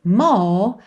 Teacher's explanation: esse R com uma pegada mais britânica, que é o quê? Um alongamento da vogal anterior. More, ao invés da enrolação do R.